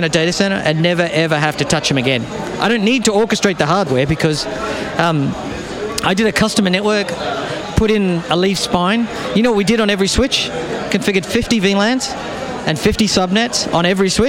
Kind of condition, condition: setting, busy venue